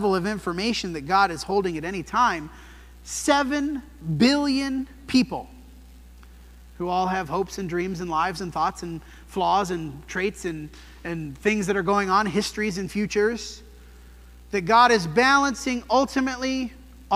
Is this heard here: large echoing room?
yes